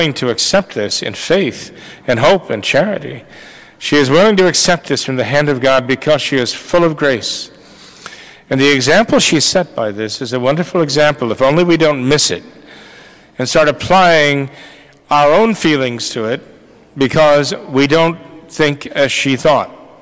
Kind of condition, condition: setting, large echoing room